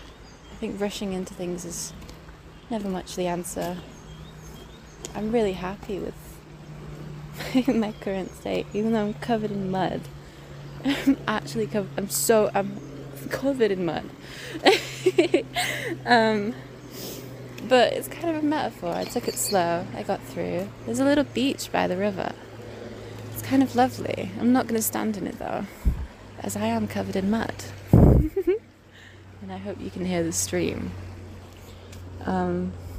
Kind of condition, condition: setting, outdoors